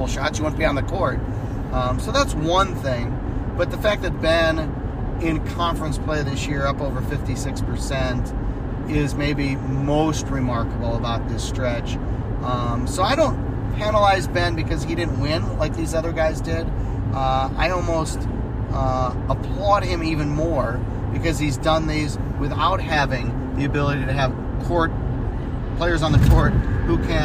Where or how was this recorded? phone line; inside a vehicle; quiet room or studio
inside a vehicle